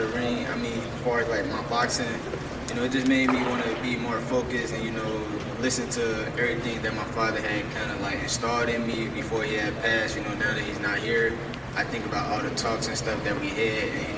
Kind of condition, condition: setting, busy venue